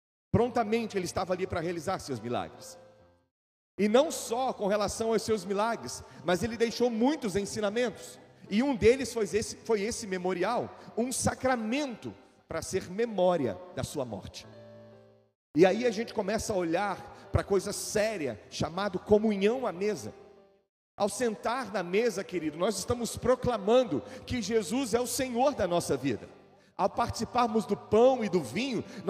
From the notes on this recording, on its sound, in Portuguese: Gravado ao vivo na igreja.